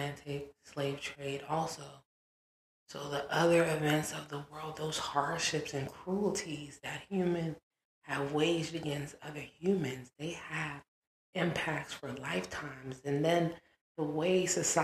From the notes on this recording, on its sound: Audio is choppy (my apologies).